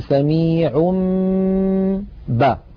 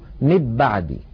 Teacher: كذلك إن أتى تنوين مثلا والله سميع بصير، والله سميع آخرها تنوين سميع، نقلب هذا التنوين الذي هو في الحقيقة نون ساكنة نقلبه إلى ميم ثم نمط غنته نقول سميع با، فنطبق الشفتين على الميم وعلى الباء التي بعدها إطباقا واحدا · Shown in: first take · Term: الإخفاء